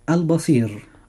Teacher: الراء مرققة لأنها ساكنة وقبلها حرف لين وقبله مكسور